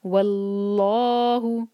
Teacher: اللہ تعالیٰ کے نام میں جو لام ہے یہاں پر وہ ہیوی ہوگا کیونکہ اللہ تعالیٰ کے نام سے پہلے جو ہے واؤ اس پر ہے فتحہ